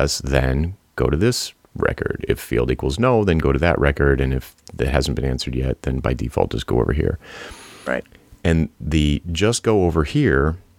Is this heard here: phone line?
no